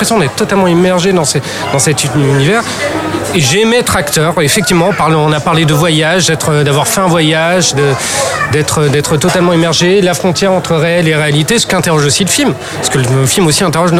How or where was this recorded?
busy venue